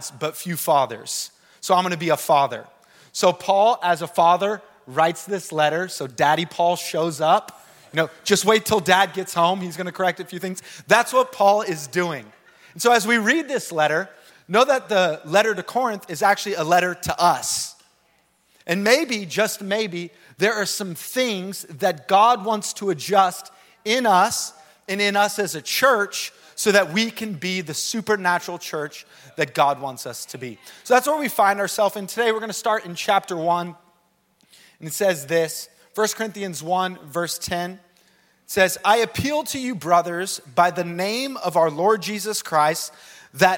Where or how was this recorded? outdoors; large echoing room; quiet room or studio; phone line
large echoing room